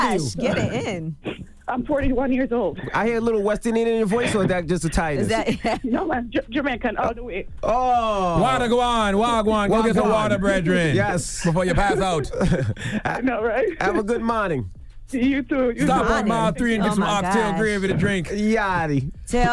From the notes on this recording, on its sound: We opened the phone lines to see if our listeners had any thought of who it might be.